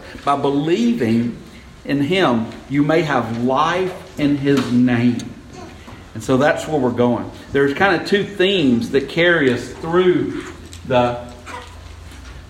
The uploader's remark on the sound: This sermon was delivered on Sunday, December 2, 2018 at Westminster Presbyterian Church in Columbus, GA.